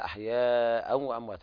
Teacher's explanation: هذا مد واجب متصل لا يجوز قصره